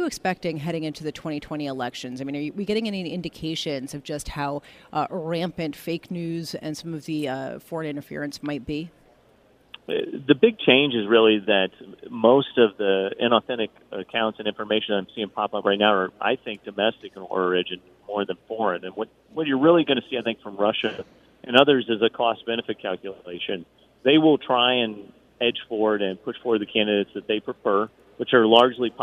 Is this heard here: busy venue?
yes